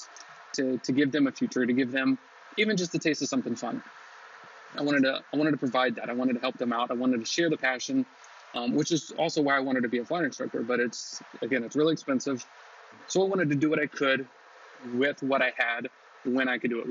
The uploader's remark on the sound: Even with audio quality that isn't the best.